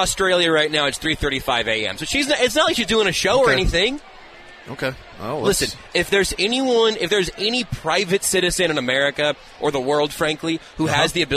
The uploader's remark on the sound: Live from Super Bowl Parade Route. Taking a field trip to the Chiefs Championship parade.